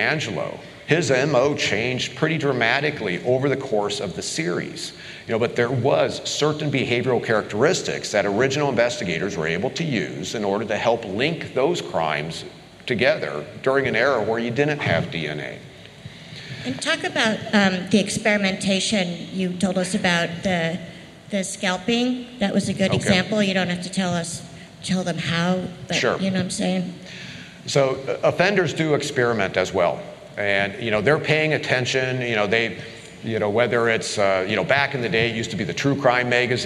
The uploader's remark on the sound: CrimeCon Live! The usual suspects traveled to Orlando for CrimeCon ‘23 and took the stage for a special live episode.